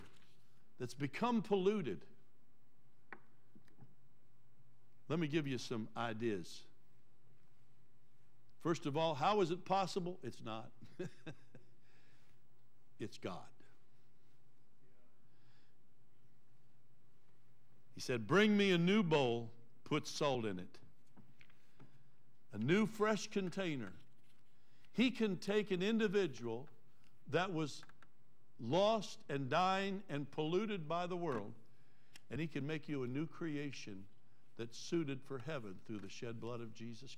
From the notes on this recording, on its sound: Trinity Church Live